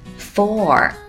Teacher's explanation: For 在美式英语当中是有儿化音的， For 如果说得很快的时候可以说成 Fur。